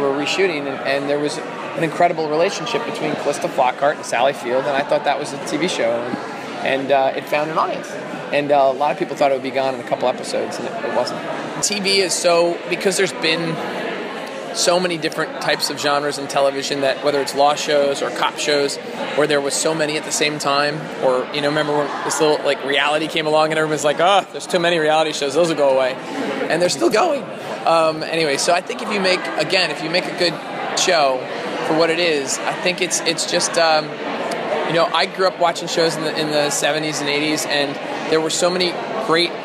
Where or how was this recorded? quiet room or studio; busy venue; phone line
busy venue